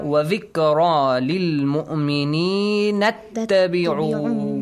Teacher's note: And when you join, Hamzatul Wasl is skipped.